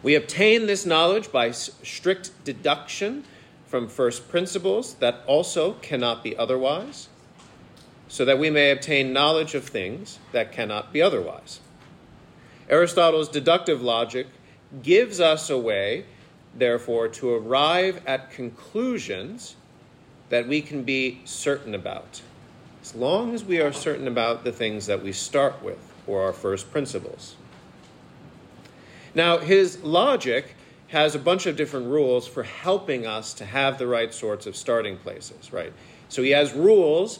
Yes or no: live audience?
yes